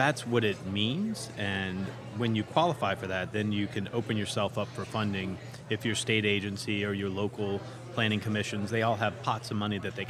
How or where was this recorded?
busy venue